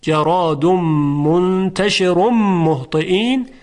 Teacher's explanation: اما اگر گفتن وصلش کنید، جراد منتشر مهطئین، در وصل حرف را تفخیم میشه. چرا؟ چون تنوین رفع داره و تنوین رفع متناسب با ضمه هست.